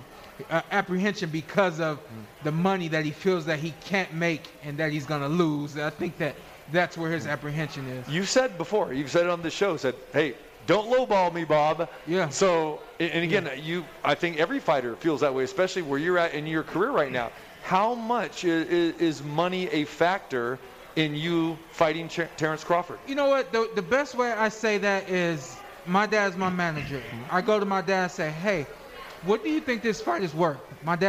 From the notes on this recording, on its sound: Live From The Cosmopolitan